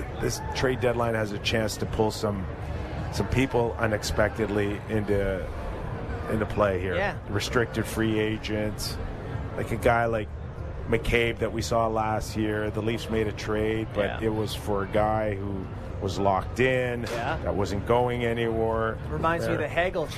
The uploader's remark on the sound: Live at Fan Fair. Are live at All-Star Fan Fair to break down a news-filled day in the NHL!